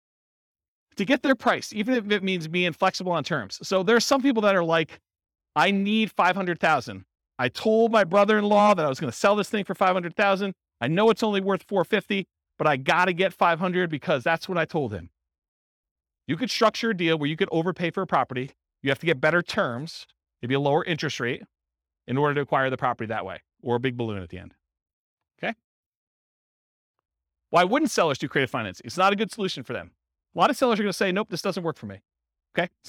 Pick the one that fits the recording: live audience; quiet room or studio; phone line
live audience